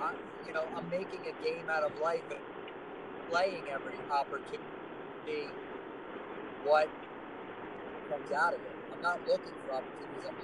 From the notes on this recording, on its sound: We took the opportunity to use our time on the road today to record the podcast since we both had hours of drive time in front of us. This was our first “on the road” episode.